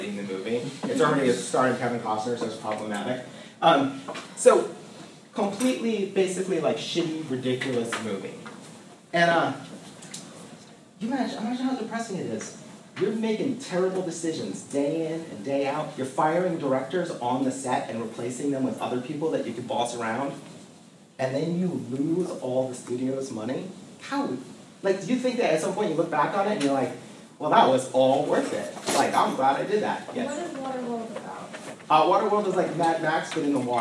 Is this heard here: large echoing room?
yes